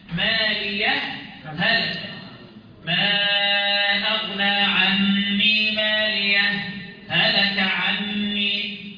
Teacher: لو هتقرأ بوجه السكت يبقى فيه إظهار لأنك هتثبت سكتة لطيفة على الهاء